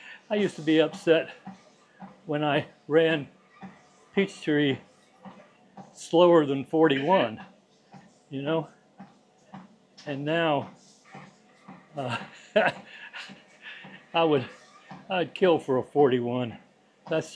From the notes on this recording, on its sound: I recorded this podcast while I was on my treadmill. Recorded on a dji Mic2.